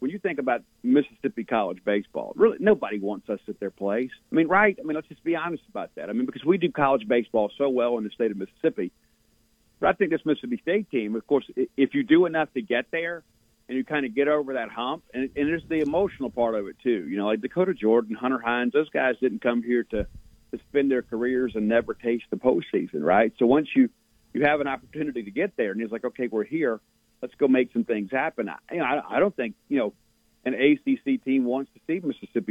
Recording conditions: phone line